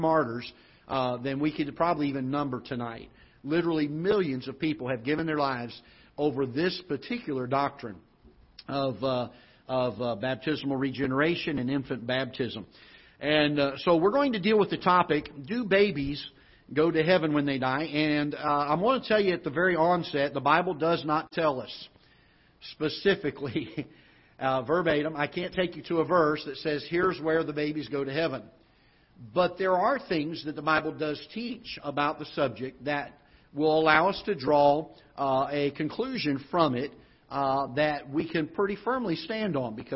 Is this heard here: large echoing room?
yes